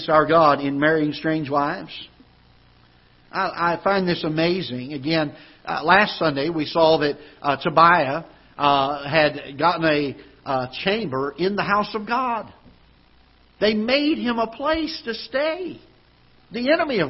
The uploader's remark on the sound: Ketha Heights Baptist Church ~ Live Broadcast